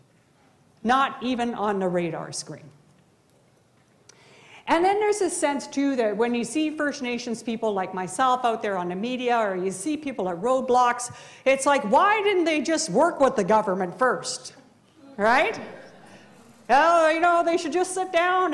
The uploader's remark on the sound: This episode presents a keynote talk. From Social Justice Week 2013.